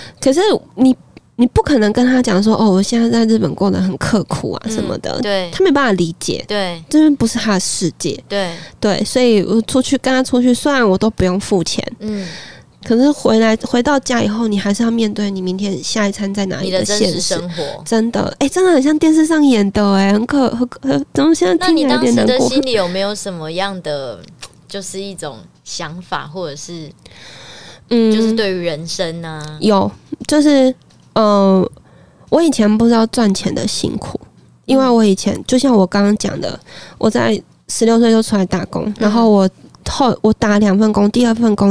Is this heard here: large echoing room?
no